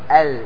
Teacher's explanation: قال: هو ميل الحرف بعد خروجه من مخرجه حتى يتصل بمخرج غيره، فاللام فيها انحراف إلى طرف اللسان · Term: الانحراف